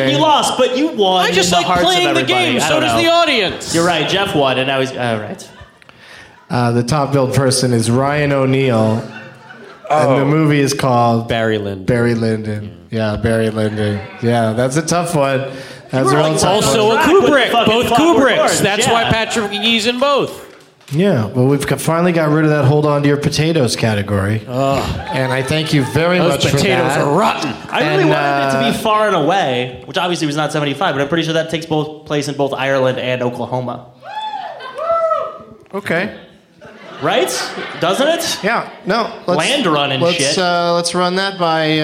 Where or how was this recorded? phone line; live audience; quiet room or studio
live audience